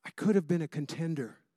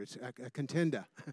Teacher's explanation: He doesn't put the R at the end of the word.